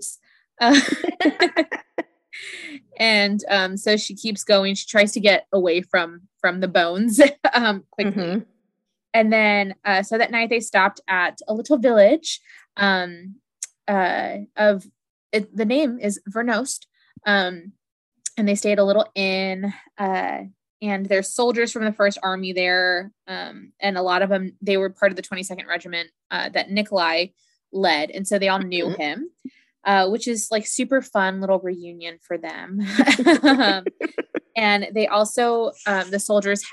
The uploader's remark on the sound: We also record over Zoom for the first time this week, so give us some grace for any odd audios